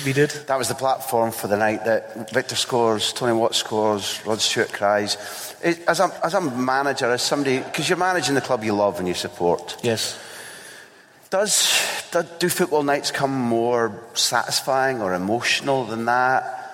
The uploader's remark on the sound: Recorded in front of a live audience at Greenock Town Hall.